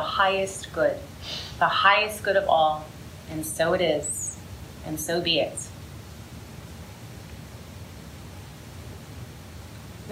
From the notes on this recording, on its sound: Todays episode is from a recent live event. There were 150 women who attended. Due to the nature of the live event, the recording may not be as clean as usual.